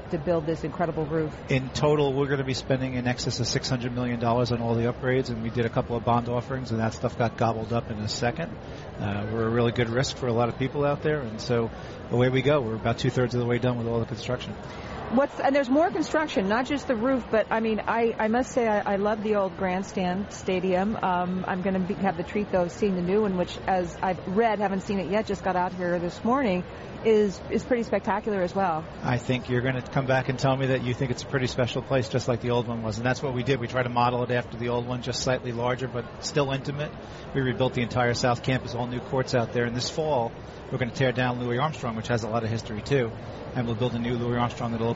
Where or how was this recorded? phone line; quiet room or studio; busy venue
busy venue